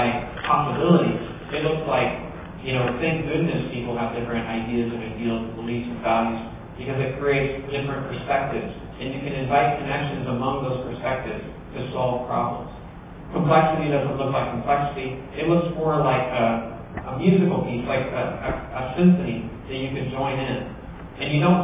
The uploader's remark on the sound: opening keynote at the 2013 Heartland eLearning Conference in Edmond, Oklahoma, at the University of Central Oklahoma